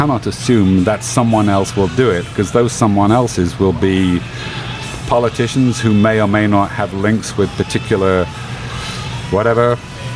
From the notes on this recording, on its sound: Recorded at Emerald Republic Brewing.